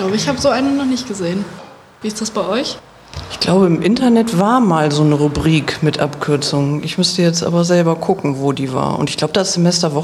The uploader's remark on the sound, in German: Sonderfolge unseres Podcasts, die wir live auf dem Campus in Vechta aufgenommen haben.